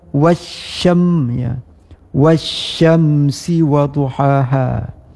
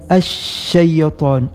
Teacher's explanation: Di syin di sini ketika tasydid itu lebih besar sebarannya. · Term: tafasyi kubra